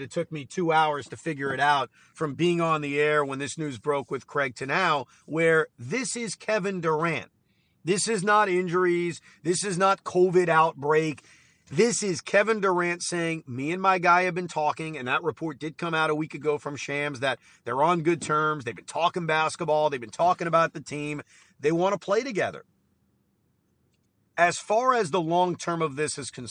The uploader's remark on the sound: While driving back from the studio